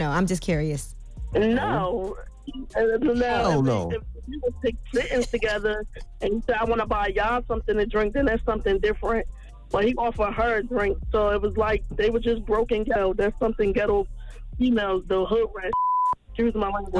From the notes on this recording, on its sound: opened up the phone lines